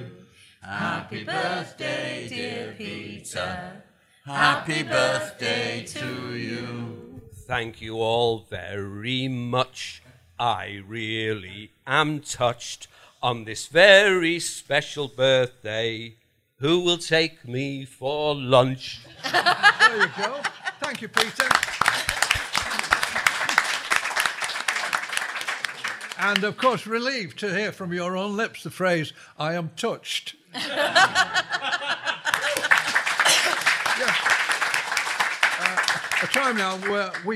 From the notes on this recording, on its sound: Recorded live in front of audience. We’re still recording the show at the Showroom Cinema in the heart of Sheffield.